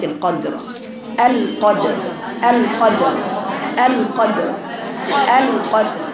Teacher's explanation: وقلقلة صغرى اللي هي زي في الساكن غير الموقوف عليه